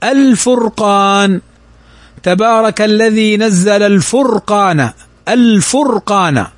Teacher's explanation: فننطق باللام، فننطق بأل ونظهرها · Term: القمرية